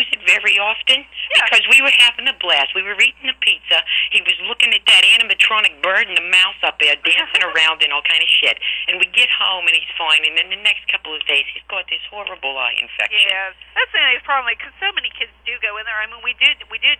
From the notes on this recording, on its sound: Prank Phone Calls